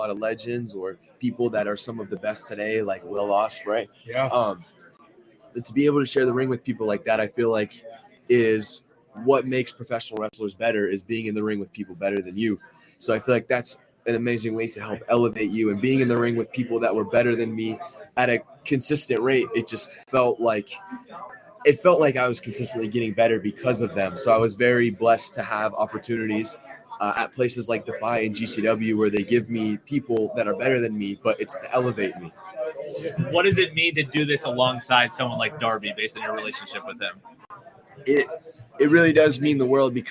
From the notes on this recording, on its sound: live from Starrcast in Chicago